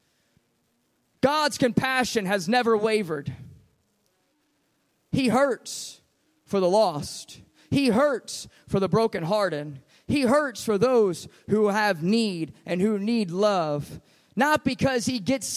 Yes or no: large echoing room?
yes